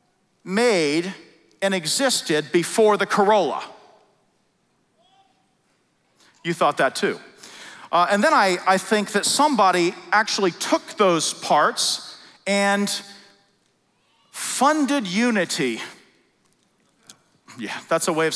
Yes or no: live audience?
yes